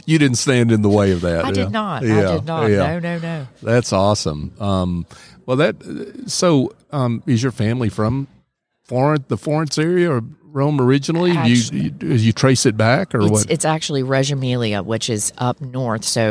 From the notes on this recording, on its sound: LIVE at the Business RadioX® remote at SOAHR 2023